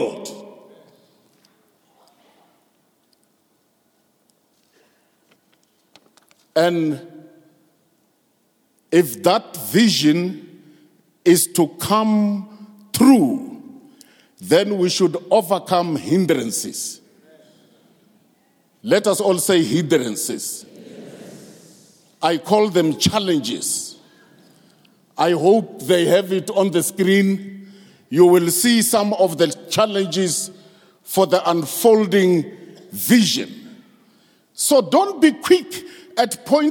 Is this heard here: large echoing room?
yes